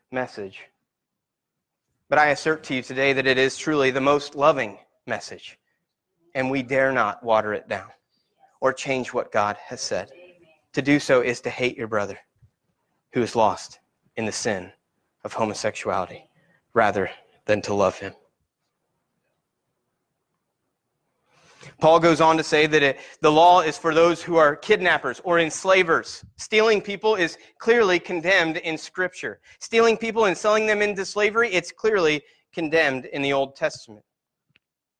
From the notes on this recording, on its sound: Sermon Preached at Christian Fellowship Church in Peru,